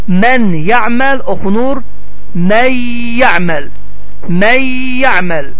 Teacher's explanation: bu zaman sukunlu nun oxunmur, yə hərfi isə şəddələnərək burunda oxunur və 2-3 saniyə saxlanılır · Term: idğam məl ğunnə